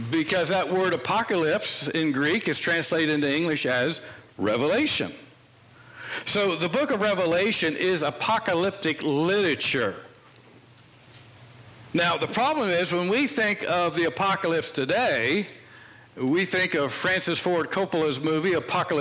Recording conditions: large echoing room